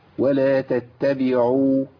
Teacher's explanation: العين المضمومة يعني تسقط كثيرا من القارئ إذا لم يمكن لمخرجها